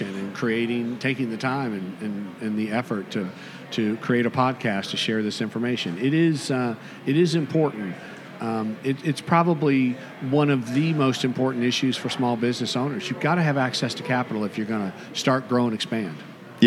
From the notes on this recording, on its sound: Recorded live at this year’s FLAGGL Small Business Lender’s Conference hosted at The JW Marriott Orlando, Grande Lakes